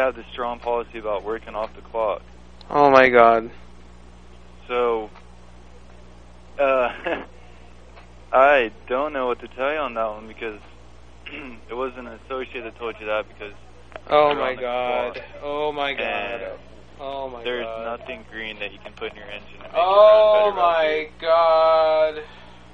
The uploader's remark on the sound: Prank Phone Calls Collection